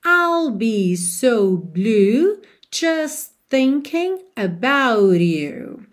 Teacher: a gente também não ouve o T de just, não é just thinking about you.